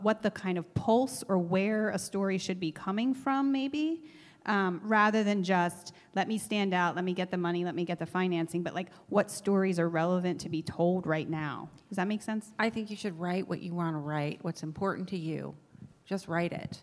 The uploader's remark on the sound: LIVE Q&A From The SLO Film Festival